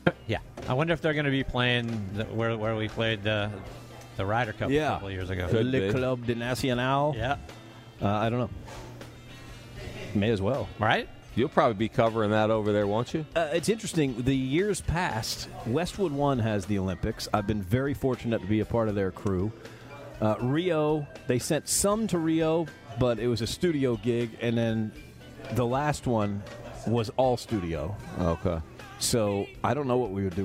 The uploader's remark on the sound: LIVE from the Dogwood Club championship in Austell, Georgia